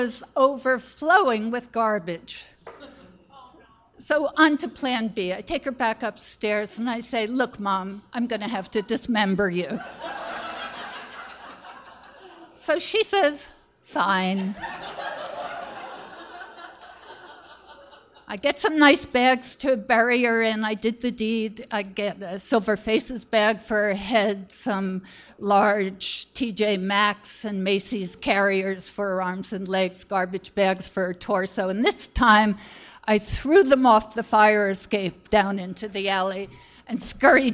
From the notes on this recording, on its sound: Our final slam this season was themed "DIY," held at New City Brewery in Easthampton. The audience vote gave us a tie for the very first time.